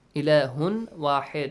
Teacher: insert the تنوين sound to واو sound and it changes to واو sound so double واو · Term: إدغام